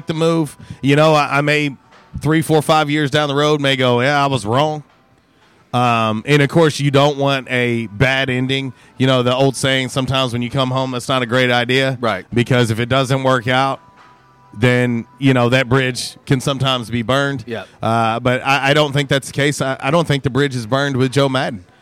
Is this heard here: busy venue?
yes